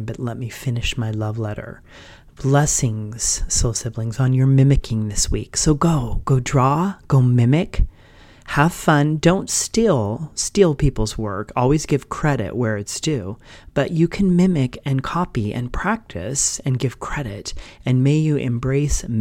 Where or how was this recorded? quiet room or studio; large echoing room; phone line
quiet room or studio